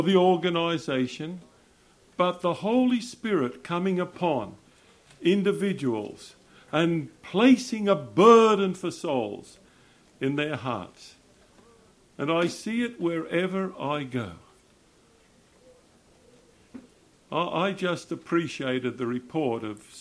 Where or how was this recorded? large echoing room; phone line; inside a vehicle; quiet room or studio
large echoing room